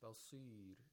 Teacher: The صاد has a ياء المد. Again, we have to pronounce it with the lowest level of تفخيم.